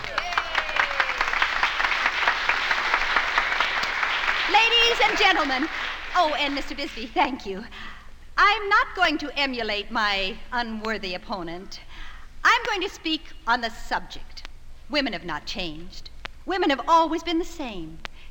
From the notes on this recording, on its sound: Two-hour live stage show recorded for the Golden Days of Radio. Live stage show recorded for the Golden Days of Radio featuring many radio personalities.